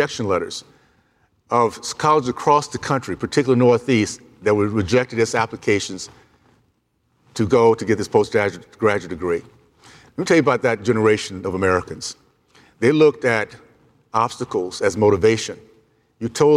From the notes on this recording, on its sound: Comes live from the 2022 Career Education Convention. Comes live from the 2022 Career Education Convention.